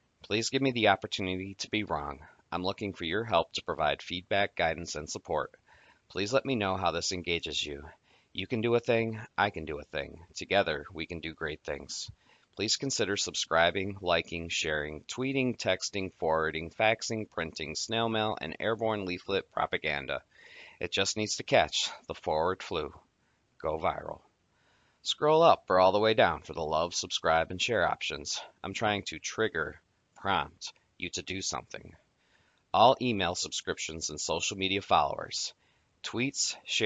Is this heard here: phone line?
no